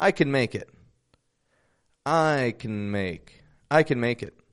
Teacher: When can's reduced, it's connected to the words before and after it.